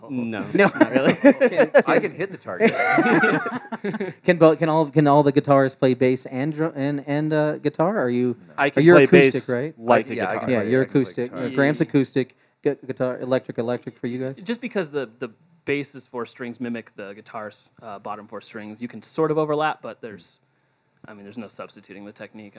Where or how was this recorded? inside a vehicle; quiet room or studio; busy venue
busy venue